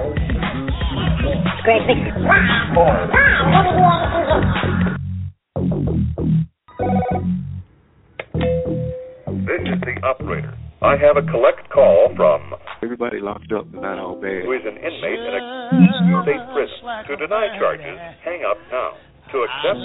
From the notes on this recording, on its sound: The Federal Prisoner had a hand held cell phone which isn't permitted on the premises but while being heavily guarded managed to call into my live radio podcast to share his story.